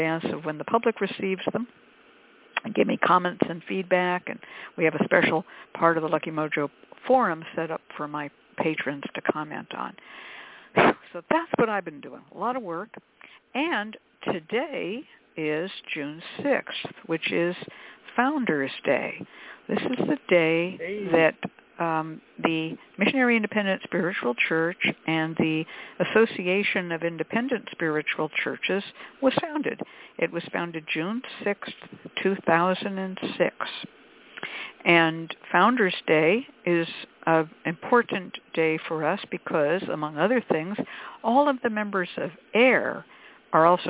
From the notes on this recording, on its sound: The Lucky Mojo Hoodoo Rootwork Hour is a real, live call-in show where the general public gets a chance to ask about actual problems with love, career, and spiritual protection.